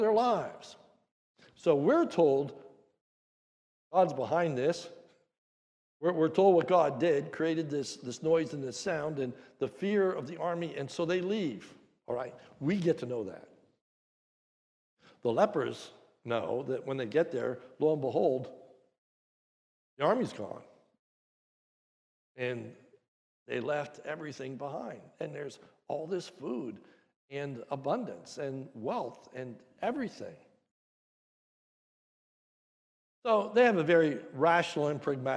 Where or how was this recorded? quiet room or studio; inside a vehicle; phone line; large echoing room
large echoing room